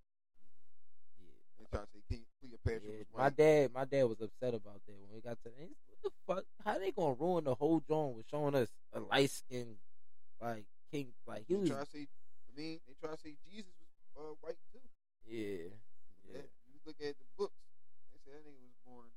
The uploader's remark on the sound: Don't grease us about the sound quality.